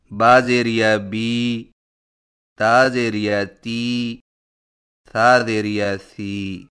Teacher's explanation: یا مدہ و یا لین کی ادائیگی میں فرق، جس جزم والی یا سے پہلے زیر ہو اسے یا مدہ کہتے ہیں، اور یا مدہ ہونٹوں کو نیچے کی طرف کھول کر بقدر ایک الف کھینچ کر پڑھا جاتا ہے، جیسے با زیر یا بی، تا زیر یا تی، تھا زیر یا سی.